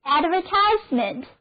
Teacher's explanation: advertisement 就表示广告是一个名词，重音后移了